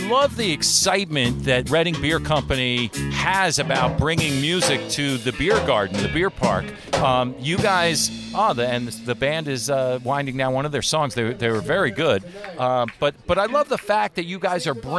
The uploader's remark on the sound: SummerFEST: Bands&Beer at Redding Beer Co. We are on location for SummerFEST: Bands and Beer! Redding Beer Co in Redding, Connecticut.